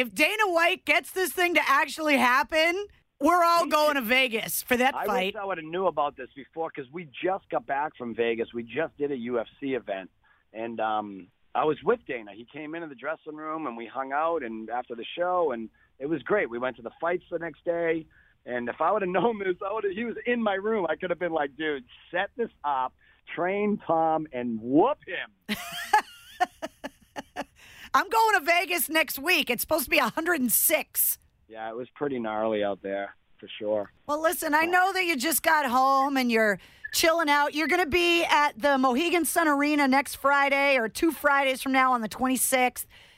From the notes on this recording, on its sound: He called in today